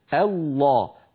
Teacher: الانتقال من همزة مرققة إلى لام مفخمة